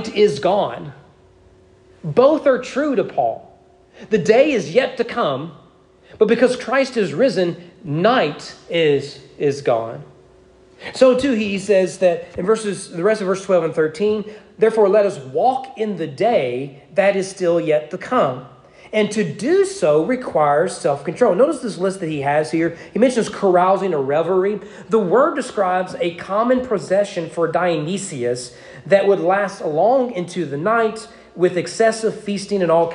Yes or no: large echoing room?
yes